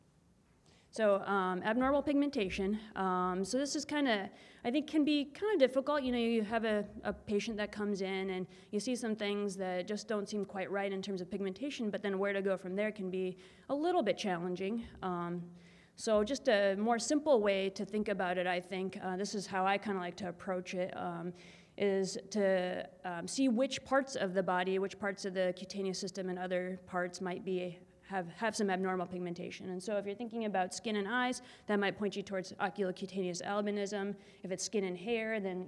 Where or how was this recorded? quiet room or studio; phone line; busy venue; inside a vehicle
busy venue